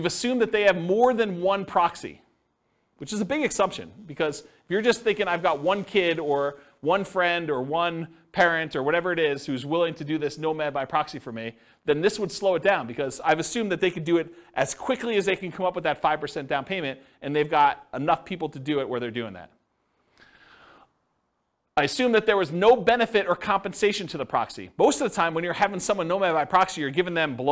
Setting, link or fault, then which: setting, live audience